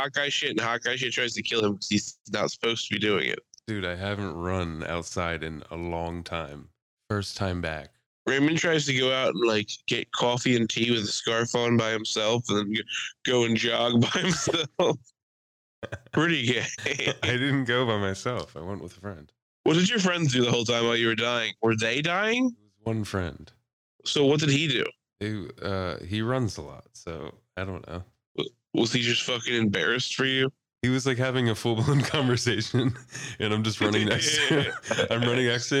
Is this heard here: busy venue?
no